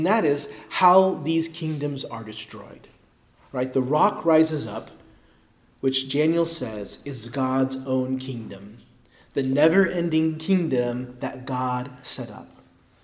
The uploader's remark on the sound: preached at Christ Our Savior Baptist Church